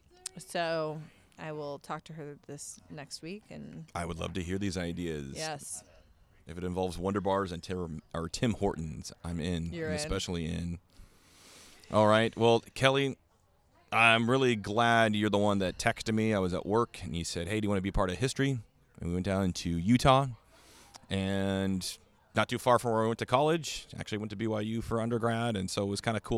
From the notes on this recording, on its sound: Come to you live from The Hammered Dwar f in Snohomish, Washington. Come to you live from The Hammered Dwar f in Snohomish, Washington.